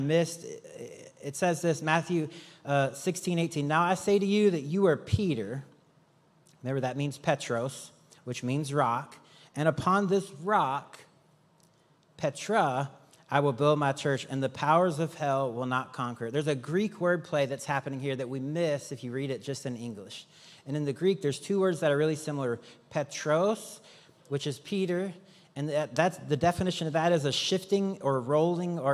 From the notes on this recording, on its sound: Recorded live on October 22, 2023 at Church On The Rock